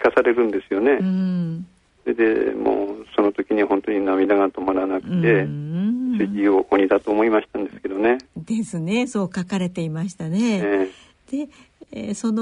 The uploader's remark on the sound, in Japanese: 受賞者への電話インタビュー